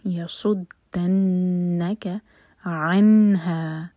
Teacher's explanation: نون پر سکون ہے، نون پر اظہار ہوگا، نون کو کلیئر پڑھا جائے گا